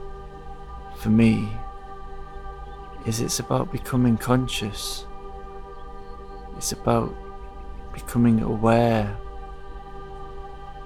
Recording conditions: outdoors